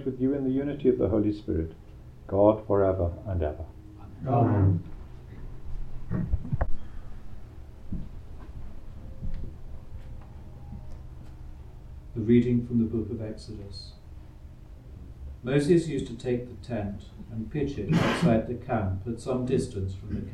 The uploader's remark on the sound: Recorded live at Southgate House on 1 August 2023.